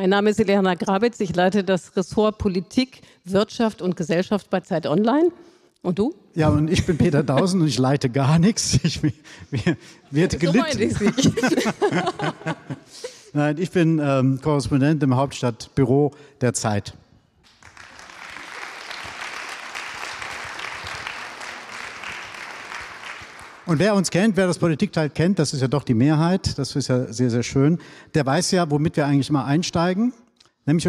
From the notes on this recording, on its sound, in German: diesmal live und auf der Bühne im Rahmen des politischen Literaturfestivals der ZEIT "Frohes Festival" im Heimathafen Neukölln in Berlin